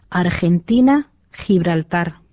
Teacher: Yhdistelmissä GE ja GI, voimakas kurkku H.